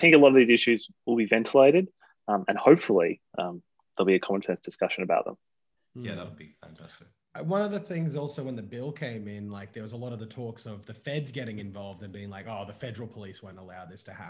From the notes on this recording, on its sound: We chat over zoom.